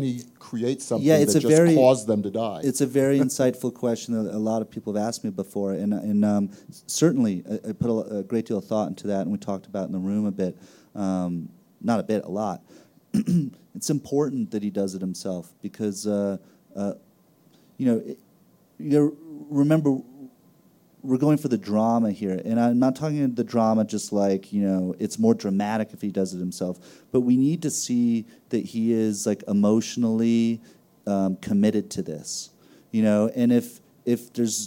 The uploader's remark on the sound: Recorded live at the Aspen Ideas Festival